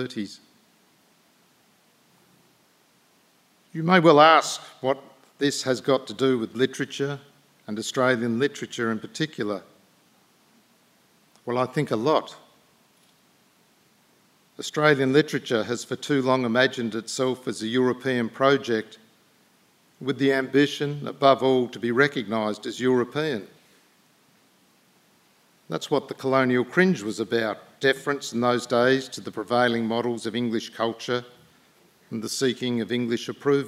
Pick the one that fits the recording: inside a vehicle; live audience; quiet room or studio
live audience